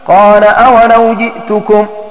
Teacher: بفتح القاف واللام وألف بينهما على أنه فعل ماض، وقرأ غيرهما بضم القاف وسكون اللام على أنه فعل أمر قل أولو، وقد نطق الناظم بالقراءتين.